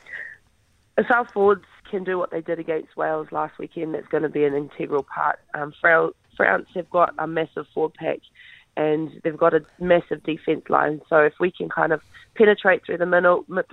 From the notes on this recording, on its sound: Is on the phone.